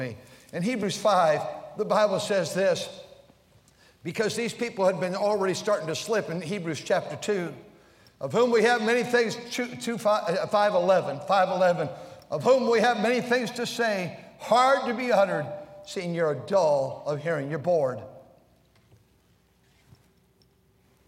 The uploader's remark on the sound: during the Sunday Evening service on October 29, 2023, at North Valley Baptist Church in Santa Clara, California